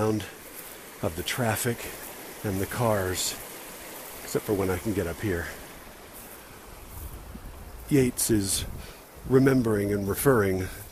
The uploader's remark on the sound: Recorded while hiking, which explains but does not justify the noise of the wind, stream, footsteps, and worst of all, my heavy breathing